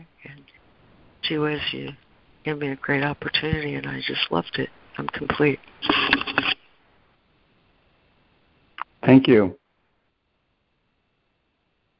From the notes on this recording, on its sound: ACIM Daily Conference Call.